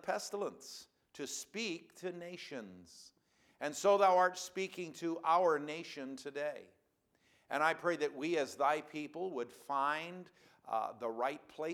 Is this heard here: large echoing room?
yes